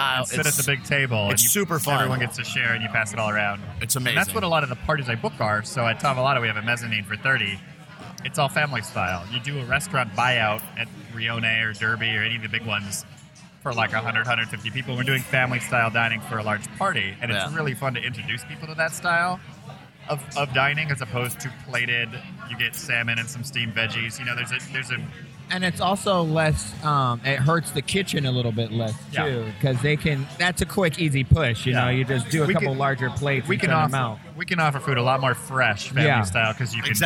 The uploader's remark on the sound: Record live at Tom Douglas's Bravehorse Tavern. Live from Bravehorse Tavern.